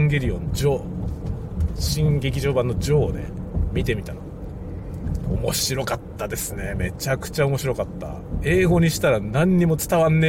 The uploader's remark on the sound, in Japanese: 朝からドライブ雑談。車を運転しながらいろいろ話しています。使用マイク：ZOOM M3 MicTrak ポスト処理：CUBASE Elements 13。